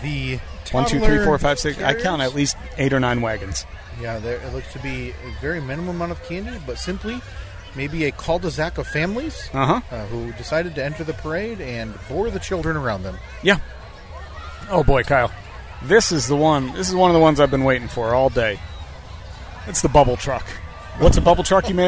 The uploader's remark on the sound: Memorial Day Parade-Cast 2023! The first 15 minutes of audio sound pretty rough. Once we got it dialed in (somehow?), it actually sounded half decent…at least, as decent as a podcast recorded in the bed of a 1988 Jeep Comanche while attending a parade can sound!